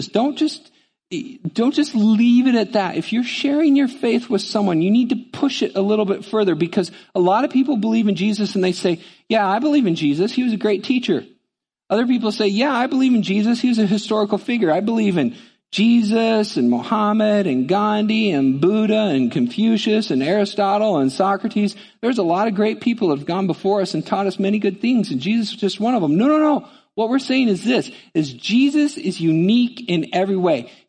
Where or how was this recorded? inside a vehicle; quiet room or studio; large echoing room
large echoing room